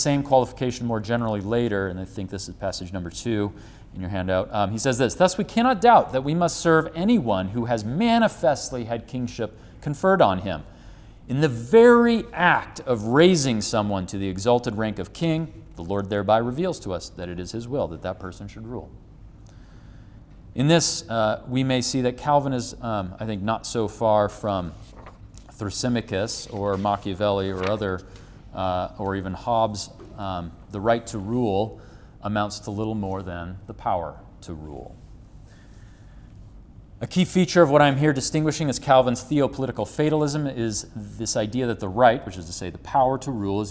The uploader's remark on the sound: Recorded January 30, 2021 at the 2021 Winter Forum in Moscow, Idaho.